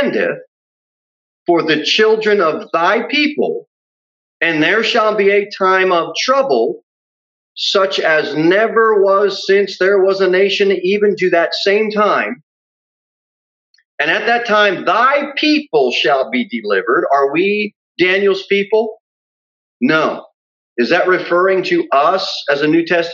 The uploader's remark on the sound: Sermon delivered at Pilgrim Baptist Church on Thursday, June 24, 2021, at 6:15 pm. Jere Whitson Rd.